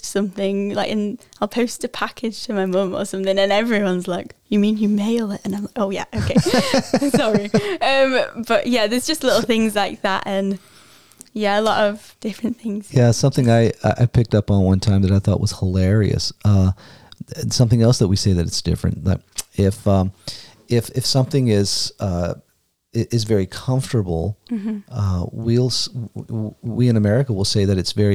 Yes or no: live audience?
no